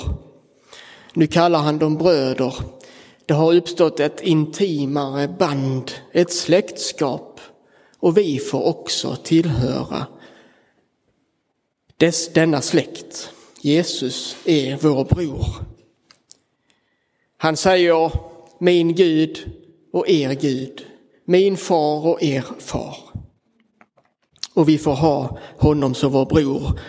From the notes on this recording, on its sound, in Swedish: Inspelad i Roseniuskyrkan den 23 april 2023